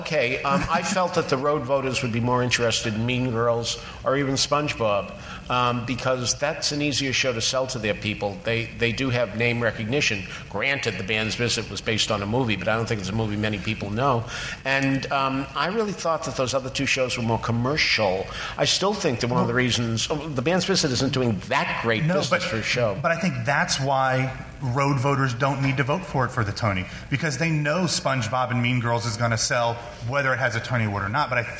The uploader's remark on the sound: Live at BroadwayCon